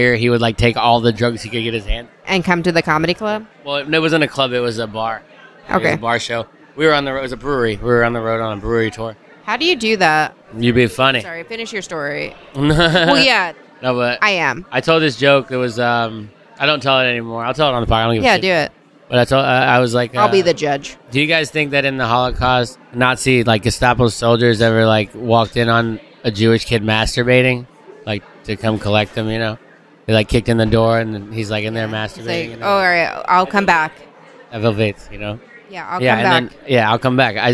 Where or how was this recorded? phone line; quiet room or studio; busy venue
busy venue